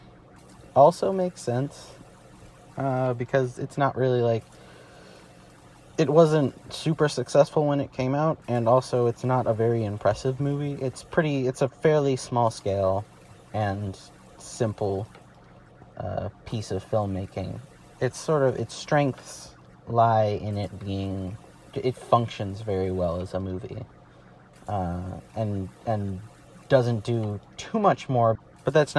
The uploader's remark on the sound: Let me know if the sound in the background is annoying, if so I will try to find a part of the space craft that is not so noisy or maybe get a better mic.